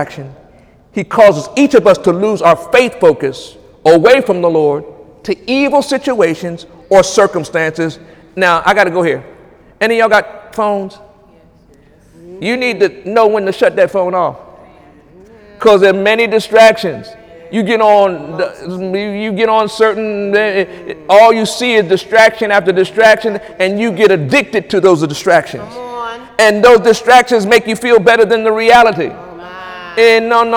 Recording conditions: large echoing room